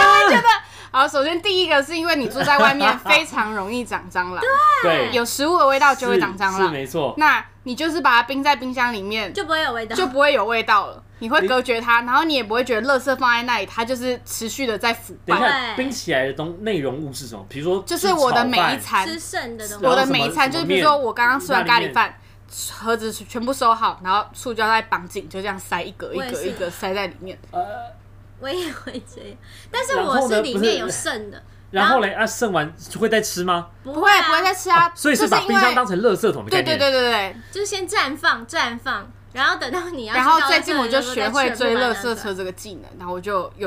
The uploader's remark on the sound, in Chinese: 在錄製時笑聲實在是太大，儘管已經有做過後續處理，依然難以抗拒。